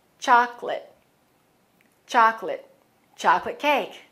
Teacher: Remember, chocolate has only two syllables. That middle O is silent.